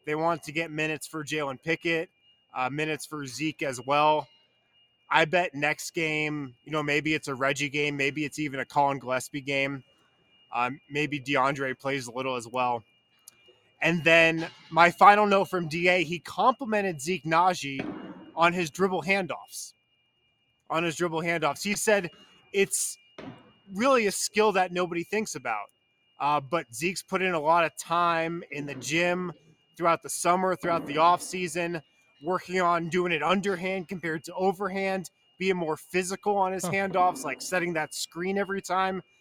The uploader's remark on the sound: come to you LIVE from the DNVR Bar.